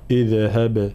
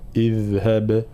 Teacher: قلقلت الباء وعدم قلقلت الذال · Shown in: second take